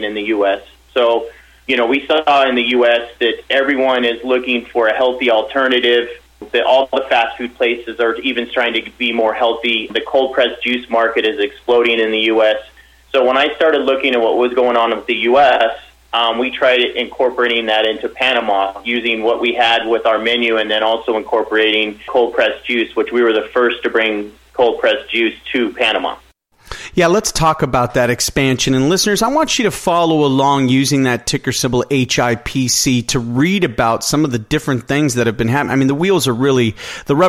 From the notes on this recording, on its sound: called in to SmallCapVoice